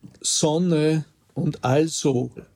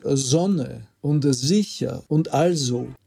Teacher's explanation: das stimmhafte S im Anlaut vor Vokal · Shown in: second take